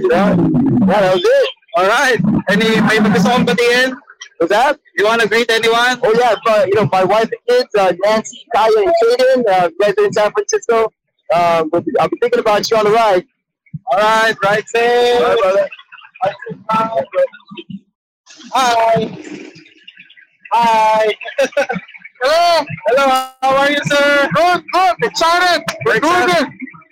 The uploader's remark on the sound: Tunay na Rider records live from the Boss Ironman Motorcycle Challenge 2023 at the New Clark City in Tarlac! Some 1,800 riders tackle a 1,200-kilometer route for 24 hours up North.